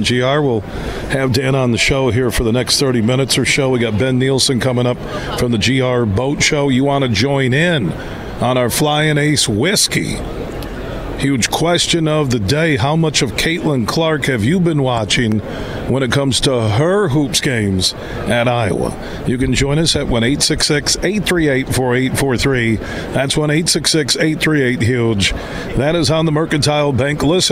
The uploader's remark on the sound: Today we're broadcasting live from the Grand Rapids Boat Show happening all weekend at DeVos Place in Downtown Grand Rapids. Throughout the show we were joined by some of the great folks connected to the boat show.